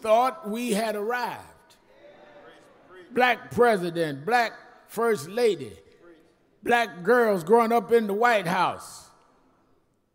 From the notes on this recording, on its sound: special guest preacher at Lilly Grove Missionary Baptist Church in Houston, TX